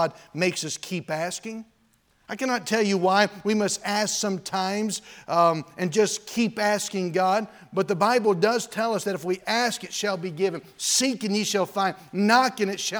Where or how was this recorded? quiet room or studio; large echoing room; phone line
large echoing room